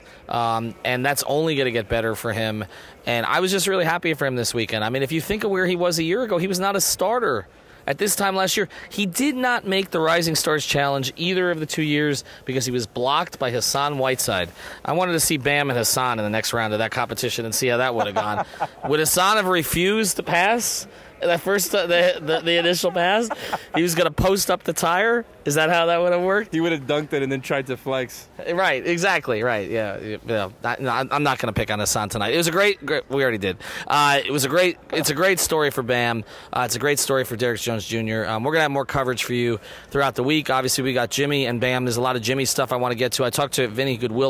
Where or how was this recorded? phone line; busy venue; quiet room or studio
busy venue